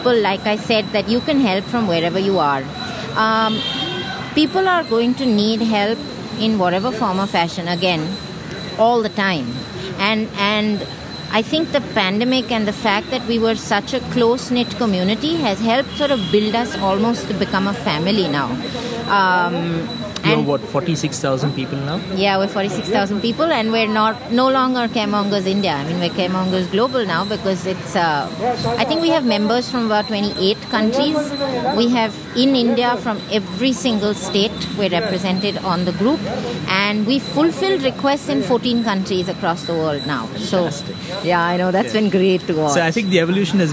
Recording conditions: sounds in the background